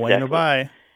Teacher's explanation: So it's bueno bye with the B barely pronounced, right?